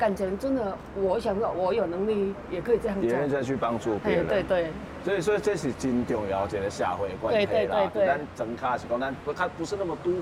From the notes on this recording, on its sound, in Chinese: 本集節目因於鐵軌旁錄製，環境音會比以往節目大，請聽眾朋友諒解。